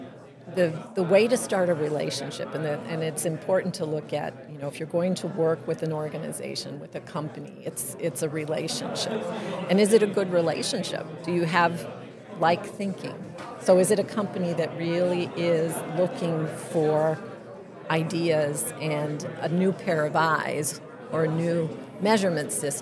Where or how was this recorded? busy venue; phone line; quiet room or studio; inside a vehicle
busy venue